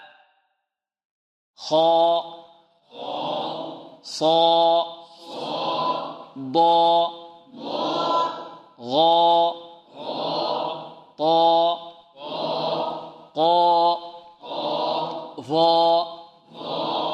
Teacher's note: هكذا نفخمها، نفخمها ونفخم الألف بعدها · Term: مفخمة